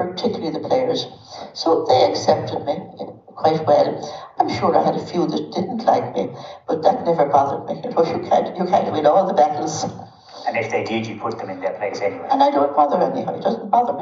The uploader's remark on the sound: Interviews recorded live at the Irish Film Institute at our tenth annual Women in Sport Conference.